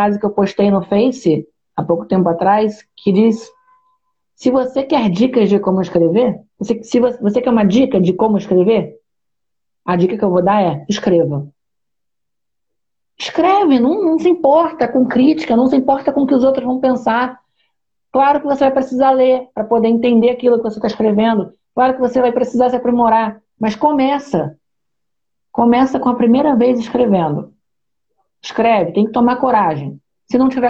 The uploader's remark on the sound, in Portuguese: Live feita em 30/05 no Instagram